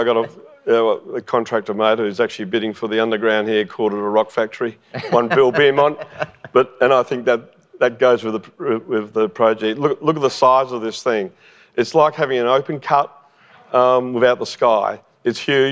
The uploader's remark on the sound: LIVE recording on the Gold Coast. This is a live recording from the main stage of Resources Rising Stars conference on the Gold Coast.